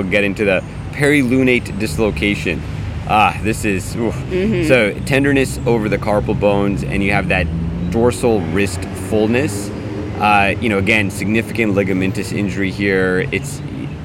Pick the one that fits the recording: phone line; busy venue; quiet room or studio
busy venue